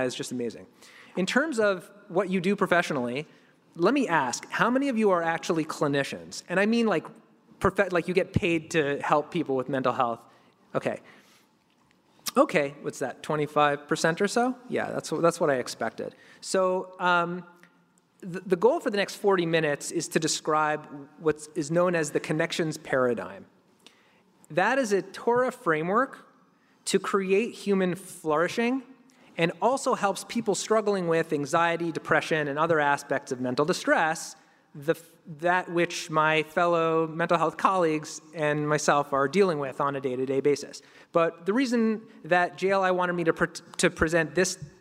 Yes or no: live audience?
yes